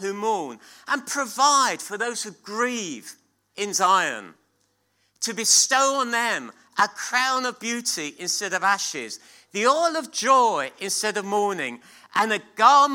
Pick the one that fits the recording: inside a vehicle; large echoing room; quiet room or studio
large echoing room